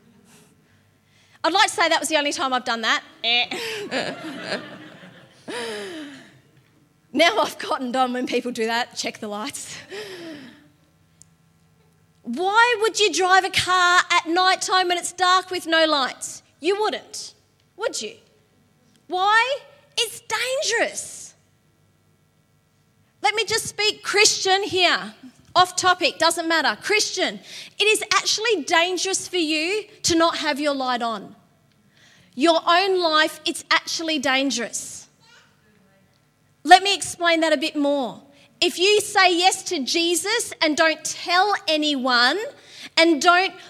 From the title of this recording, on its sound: LIVE at Echo Church